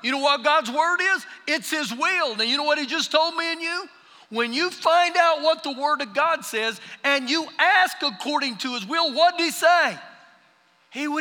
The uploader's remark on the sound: Recorded live during our Sunday morning service